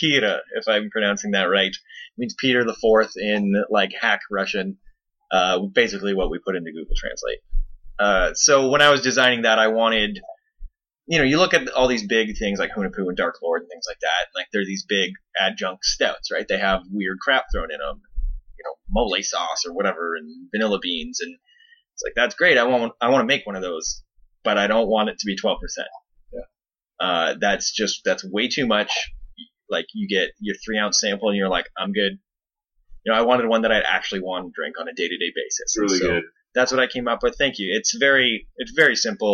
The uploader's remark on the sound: Apologies for the audio quality, as we are just transitioning studios